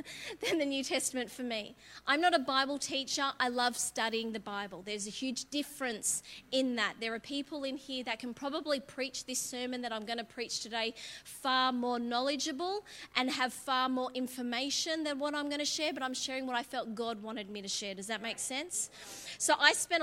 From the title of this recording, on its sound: LIVE at Echo Church